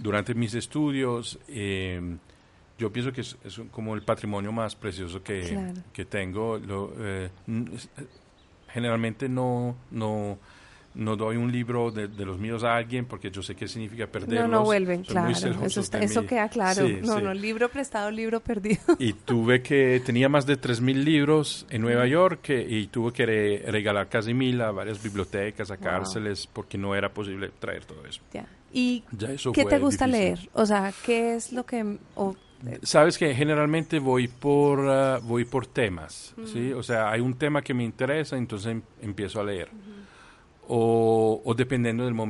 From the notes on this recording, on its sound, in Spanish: nos recibió en la terraza de su casa, con la vista a un campo de golf, con el sonido de los pájaros, lluvia y truenos